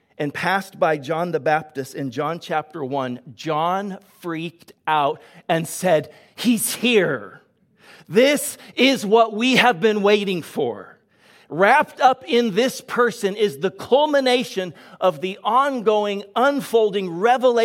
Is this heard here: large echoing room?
yes